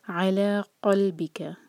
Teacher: قاف حلق سے نکالیں گے